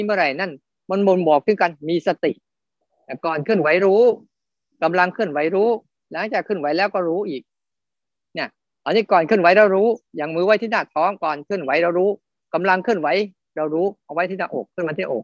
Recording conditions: video call